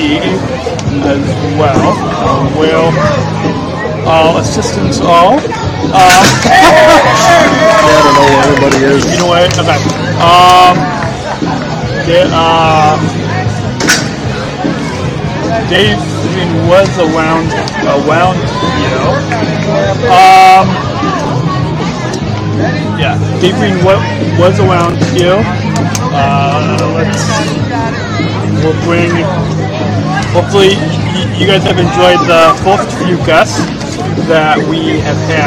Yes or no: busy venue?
yes